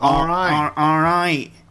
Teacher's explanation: the T in all right is not pronounced at all